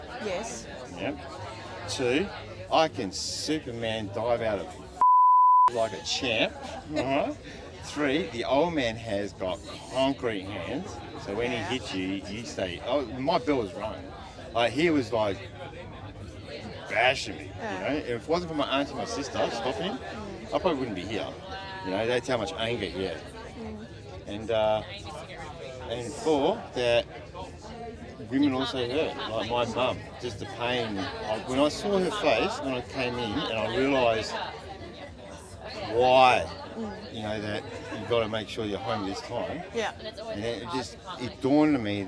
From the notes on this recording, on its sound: This episode was recorded in a crowded space, so the recording quality isn't ideal.